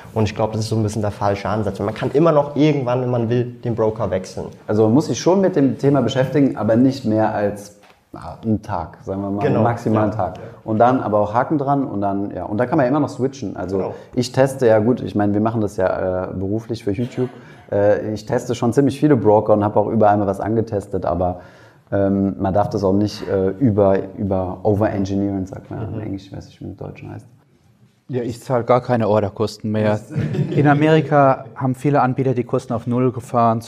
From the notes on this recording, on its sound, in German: die Audioversion der Podiumsdiskussion an einer Hamburger Schule von November 2019